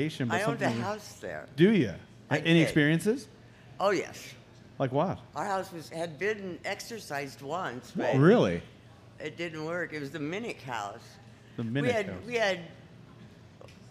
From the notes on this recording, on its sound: In our FIRST EVER Live Episode, we had the pleasure of enjoying some evening paranormal fun with a packed coffee house, here in good ol' Omaha, Nebraska!